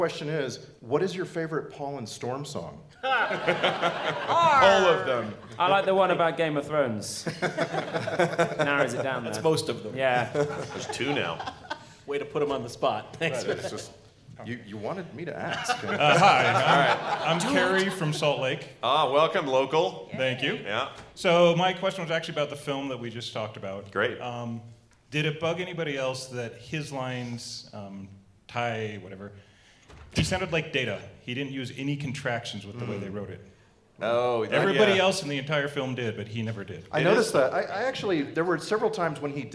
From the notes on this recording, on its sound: Our Nerdtacular 2017 live episode!